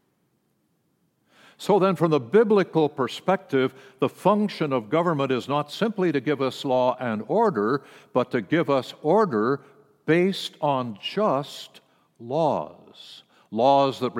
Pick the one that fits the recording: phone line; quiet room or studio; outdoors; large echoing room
large echoing room